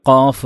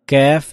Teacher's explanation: ഖാഫ് നാവിൻ്റെ അങ്ങേയറ്റം മുകളിൽ, ഖാഫ് തൊട്ട് ശേഷം അതിൻ്റെ താഴെയുള്ള മഖ്റജിൽ നിന്നാണ് കാഫ് എന്നുള്ളത്. രണ്ടും രണ്ട് രൂപത്തിൽ തന്നെ ഉച്ചരിച്ച് ശീലിക്കണം നാം, കാരണം രണ്ടും രണ്ട് ഉച്ചാരണ സ്ഥലത്ത് നിന്നാണ് പുറത്തു വരുന്നത്.